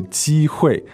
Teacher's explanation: 机会, first tone and fourth tone